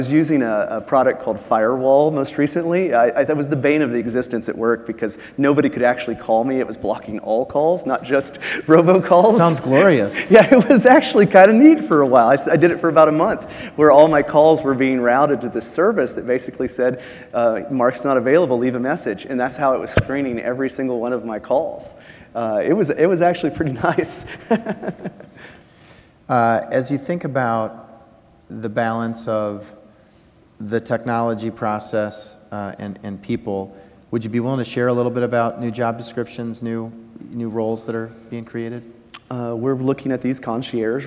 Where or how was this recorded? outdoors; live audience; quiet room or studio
live audience